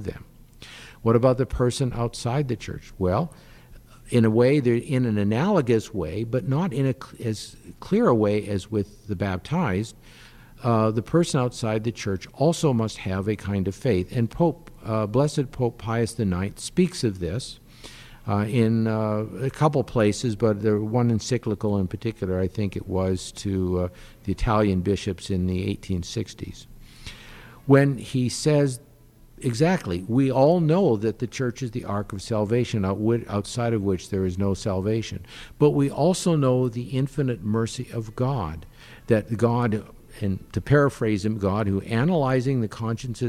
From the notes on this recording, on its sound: Live from Family Celebration 2022. Live from the EWTN Family Celebration 2022.